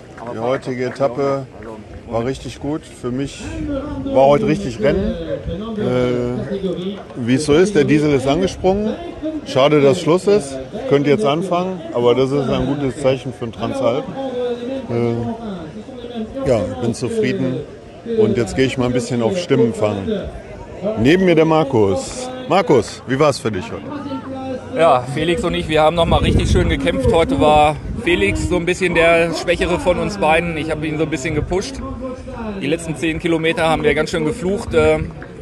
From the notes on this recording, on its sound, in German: Sonderfolge zur Belgian Mountainbike Marathon Challenge BeMC. Durch die wunderschönen belgischen Ardennen. Live Eindrücke, die unsere Fahrer rund um das Rennen festgehalten haben.